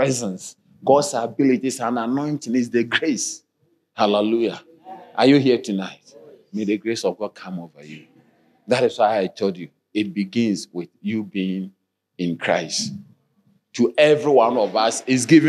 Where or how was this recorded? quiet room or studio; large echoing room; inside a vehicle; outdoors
large echoing room